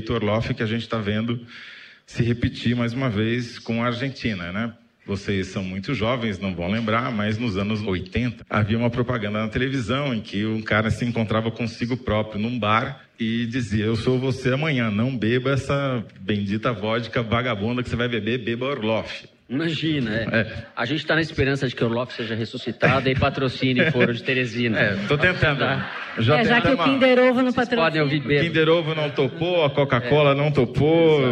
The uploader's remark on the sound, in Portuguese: Em edição gravada ao vivo na 2ª Maratona Piauí CBN de Podcast